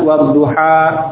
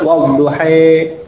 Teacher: boleh tetap dibaca fathah, tapi boleh pula dengan imalah